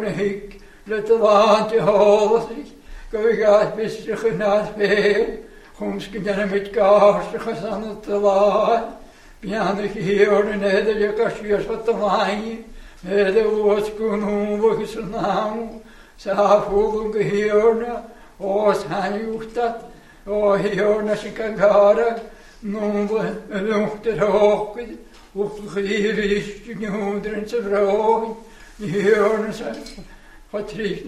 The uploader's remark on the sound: recorded at North Harris Free Church on the evening of Sunday 20th November 2022